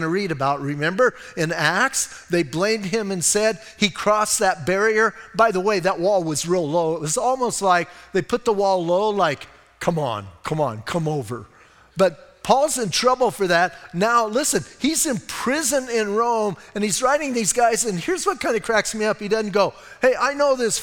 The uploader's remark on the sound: Audio messages from Calvary Chapel in Sierra Vista